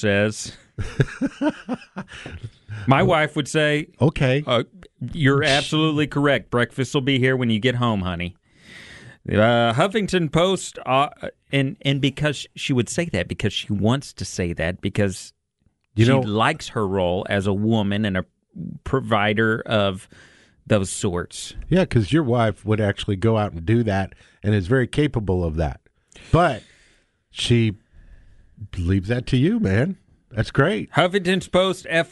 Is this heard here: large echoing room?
no